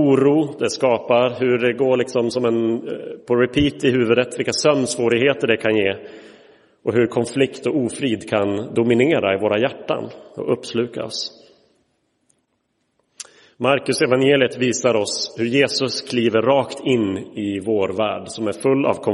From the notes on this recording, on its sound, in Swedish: Inspelad i Roseniuskyrkan den 15 oktober 2023.